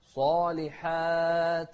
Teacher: الصاد مفخمة والحاء بعدها ألف كلها أيضا مرققة